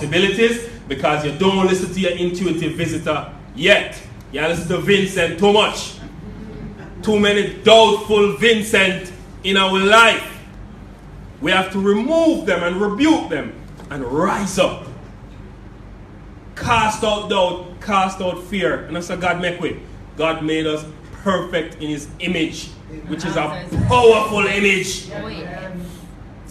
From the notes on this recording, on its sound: In front of a live audience in Kingston Jamaica.